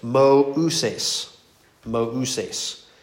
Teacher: there's two vowels there, but you pronounce each vowel independently. They don't join together. You have to pronounce both vowels. · Term: diuresis